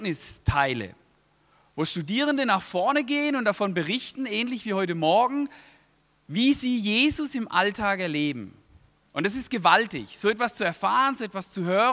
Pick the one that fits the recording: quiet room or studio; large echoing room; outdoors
large echoing room